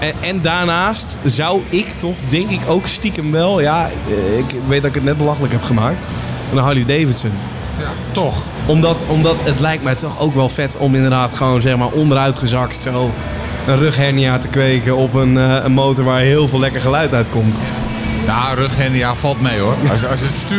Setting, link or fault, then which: setting, busy venue